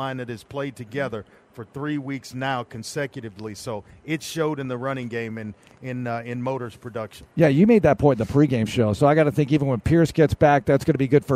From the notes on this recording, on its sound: audio from the locker room